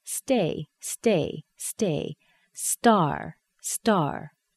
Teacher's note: when we put T together in a blend after an unvoiced consonant, it tends to be lighter or weaker, which gives it that kind of D sound